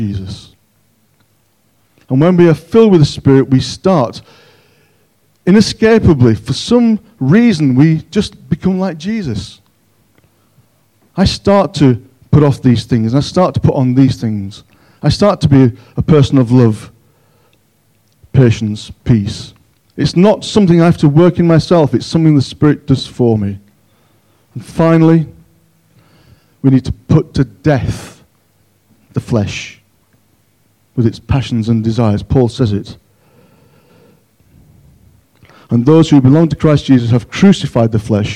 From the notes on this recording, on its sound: On 15th January 2023 at King's Church, Cockermouth, as an audio file.